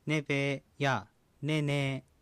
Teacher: 石狩方言では子音の H がよく落ちます。つまりネプヘやネンヘの H が落ちてネペやネネとなっているわけです。ただし、なぜかネプヘネンヘという発音はこれまで確認されていないとのことです。で、そこで例文のようにねべやねねと綴るんですけども、それではねねへっていうのは何でしょうかっていうことになって、これはへのほか、その時とかものとかことっていう意味を表すひっていう言葉に関してなんですけども、そのえへとかいひっていう形が石狩方言には現れるんですね。で、このねねへの後ろの ehe のえへの部分なんですけども、それでその不思議なことにですね、あの年何っていう言葉ではその年への h が落ちたねねと年にえへがついたねねへの両方の形があるんですけれども、ねの方ではそのねへの h が落ちたねべはあってもねにえへがついたねべへっていうのは全く確認